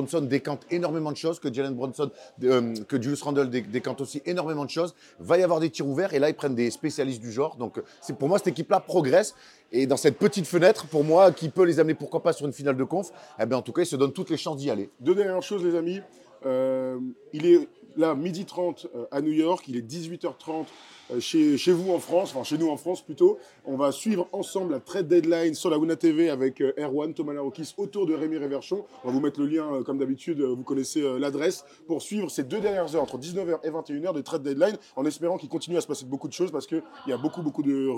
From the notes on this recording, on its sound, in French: On fait le point rapidement sur ce transfert en direct d'un diner à New York !